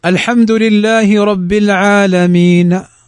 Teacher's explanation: لاحظ أني قلت العالمين، البعيد ما يسمع لأني نطقت النون كما هي، ولكن الفتحة قلتها بصوت منخفض · Term: الروم